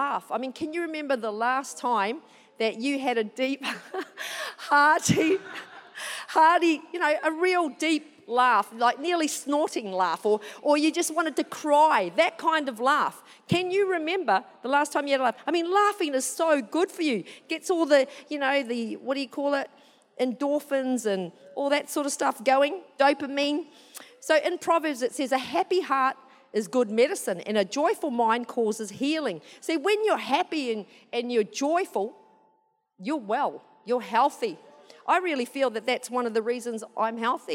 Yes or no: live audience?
yes